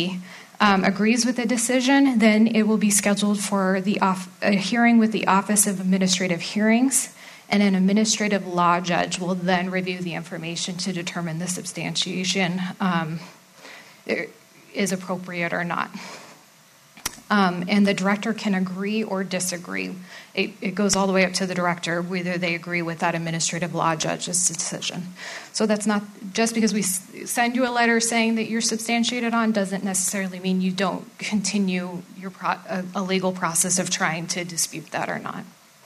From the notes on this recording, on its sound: A live recording from our Fifth Annual Court & Custody Conference